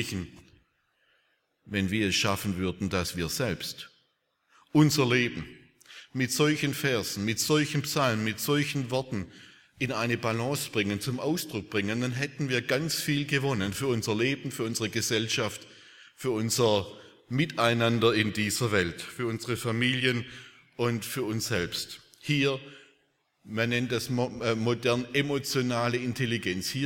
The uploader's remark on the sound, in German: aus dem Gottesdienst der Liebenzeller Mission